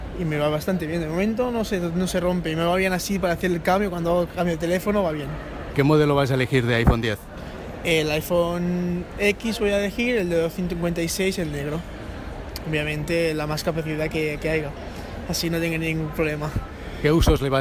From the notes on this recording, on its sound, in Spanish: Revivimos el lanzamiento del nuevo iPhone X, desde la Apple Store de Passeig de Gr’e0cia de Barcelona.